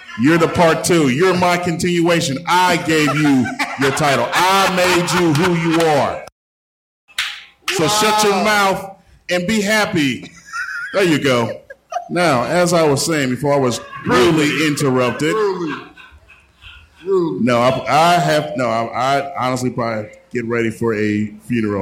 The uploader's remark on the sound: In the larger than usual live audience